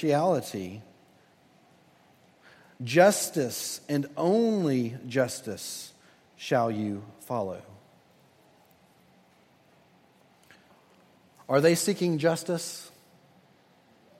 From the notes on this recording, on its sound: at Redeemer Presbyterian Church in Charleston, SC